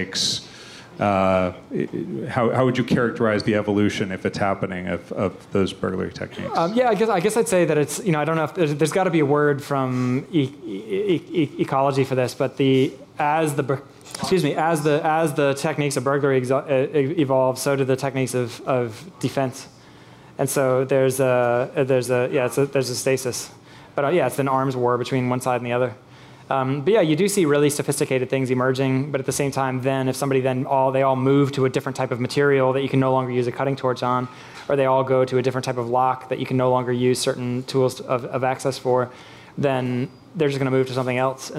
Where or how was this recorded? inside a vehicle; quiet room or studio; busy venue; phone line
busy venue